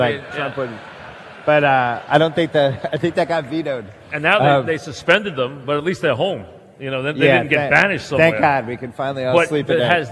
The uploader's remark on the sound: Live at the Tilles Center